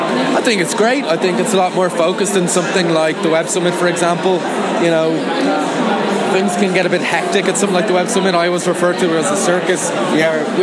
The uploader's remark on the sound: At the recent Uprise Festival held in Dublin.